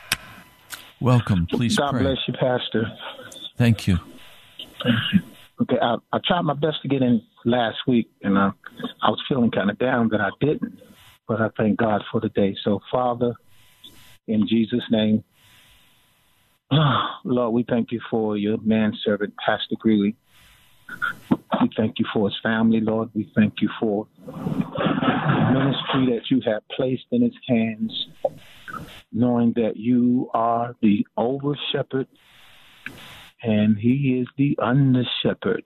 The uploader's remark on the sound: Lots of precious saints called in today